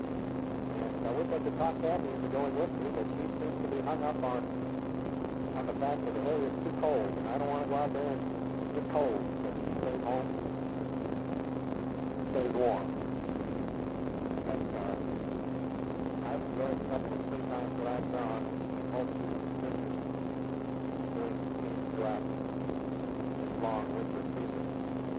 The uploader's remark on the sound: Driving Home from Work. Poor Audio Quality.